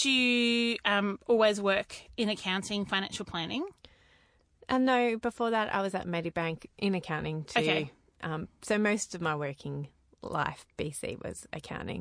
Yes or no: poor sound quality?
no